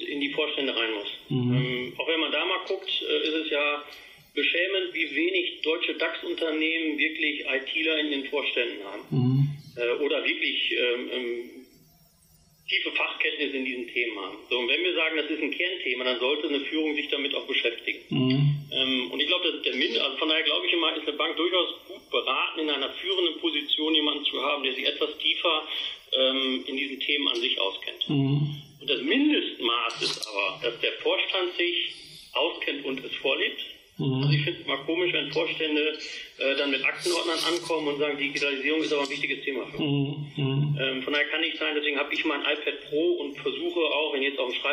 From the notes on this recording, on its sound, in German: im Telefoninterview